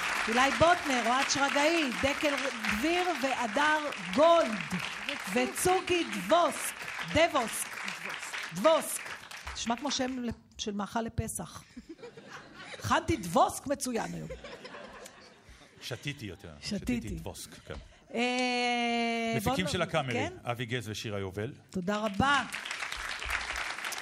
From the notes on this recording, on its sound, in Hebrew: הרפתקה מחוץ לאולפן באולם הקאמרי 4. התכנית הוקלטה מול קהל של כ-200 ממאזיני "ציפורי לילה עושות עניין".